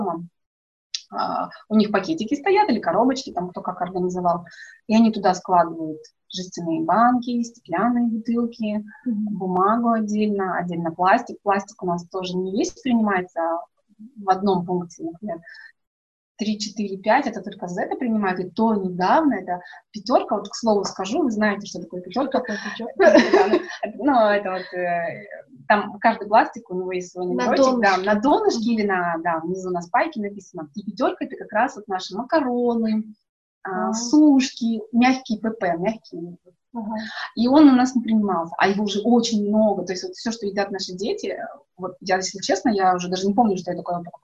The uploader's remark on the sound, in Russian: Просим прощения за качество звука, оборудование немного подвело...